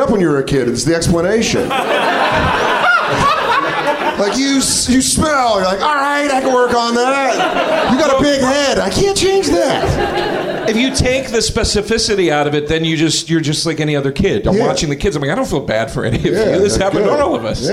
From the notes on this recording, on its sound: Live from the NerdMelt Showroom in LA